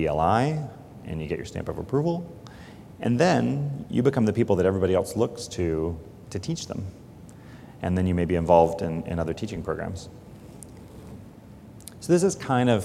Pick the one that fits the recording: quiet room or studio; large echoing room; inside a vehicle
large echoing room